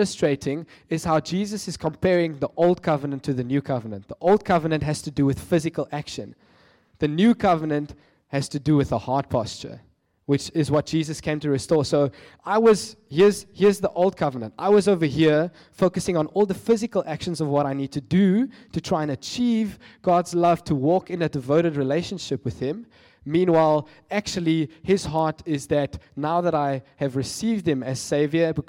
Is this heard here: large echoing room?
yes